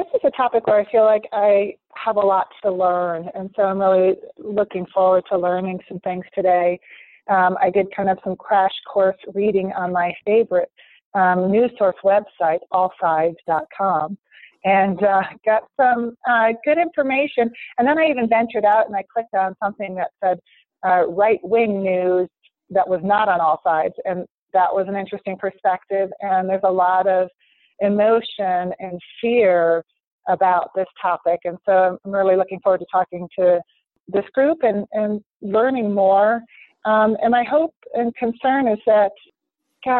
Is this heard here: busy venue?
no